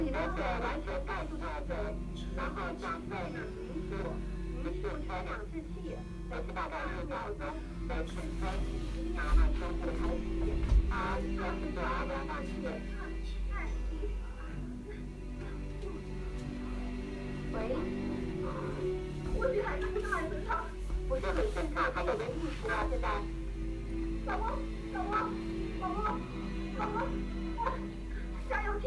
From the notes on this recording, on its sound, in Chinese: 来源：电视某台。杂音：JBL Go适时地播放了音乐，以及地铁的轰隆隆，以及人类插嘴，以及水龙头。